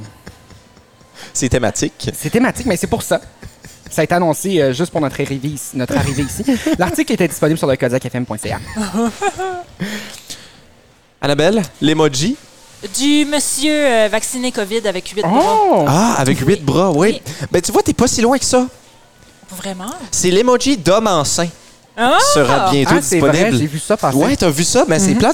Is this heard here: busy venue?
yes